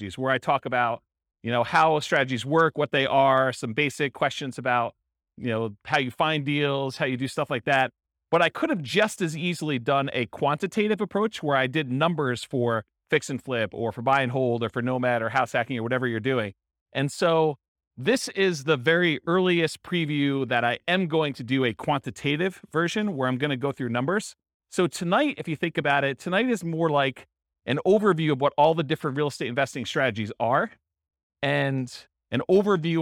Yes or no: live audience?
yes